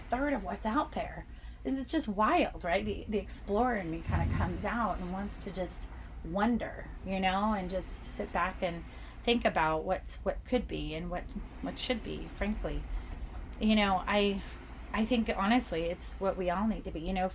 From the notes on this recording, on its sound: This episode was recorded aboard the beautiful Disney Dream while crossing the Atlantic Ocean. So, come sip with me to the sounds of the ocean.